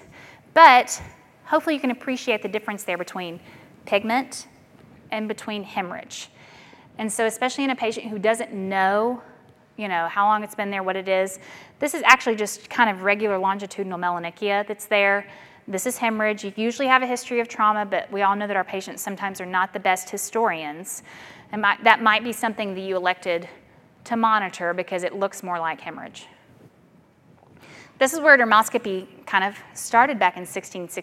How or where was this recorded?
large echoing room